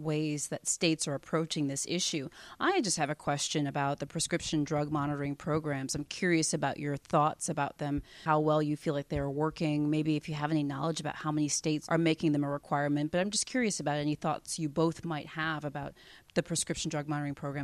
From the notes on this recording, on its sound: This program was recorded on site at the American Osteopathic Association's annual medical education conference, OMED2015 in Orlando, FL